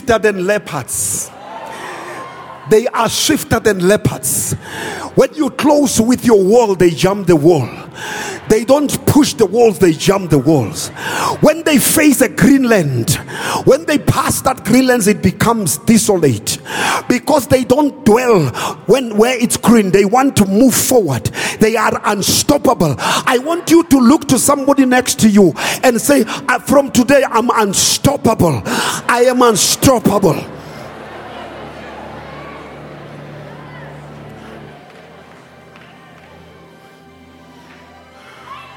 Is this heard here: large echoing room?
yes